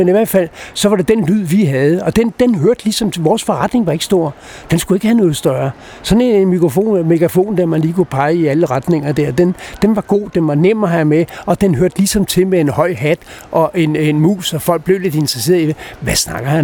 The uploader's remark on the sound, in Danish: Optaget på Nimb Bar, Tivoli, København.